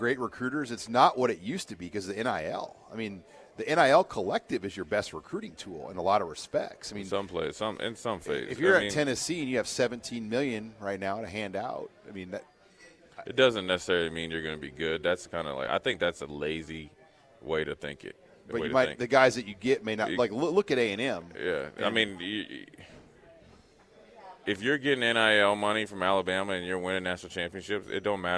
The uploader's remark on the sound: Live from Tanner's